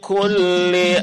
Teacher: Di sini huruf kaf kulli ditipiskan ya Bu ya